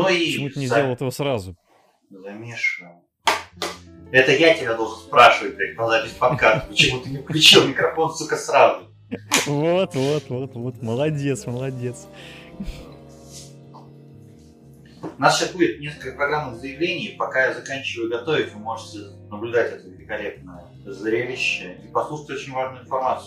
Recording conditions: poor sound quality